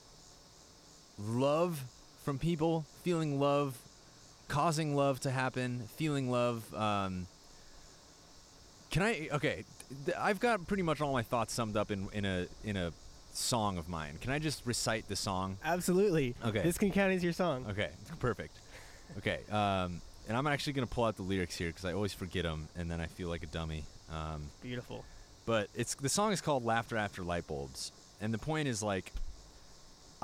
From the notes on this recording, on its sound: recorded one in the backyard